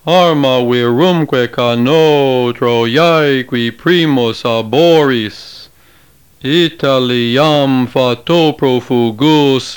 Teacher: You will notice in this traditional pronunciation that the letter R is not trilled, but is given the English or American pronunciation. Final M is here pronounced with the lips together, rather than nasalized with lips apart. Double consonants such as double L, double S, and double R are pronounced as if they were single. · Term: traditional Latin pronunciation